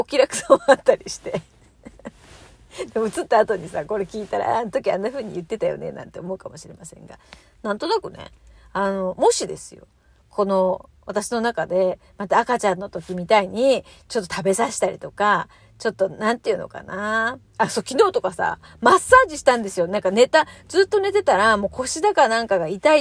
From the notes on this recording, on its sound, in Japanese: 次男からの電話で途中で終わってるトーク。車の中で収録してたら次男から電話きて。途中でトーク強制終了になりました。